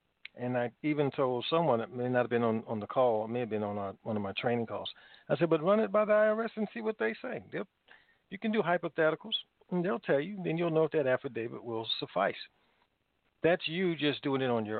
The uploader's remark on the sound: Conference Call